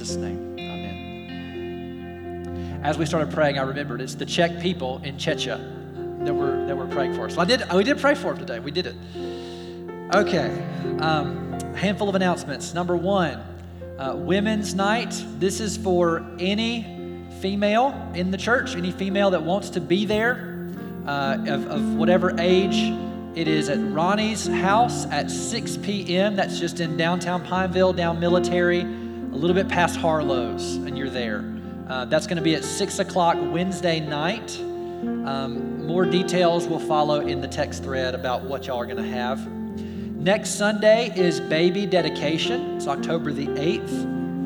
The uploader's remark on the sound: We're glad to share our service audio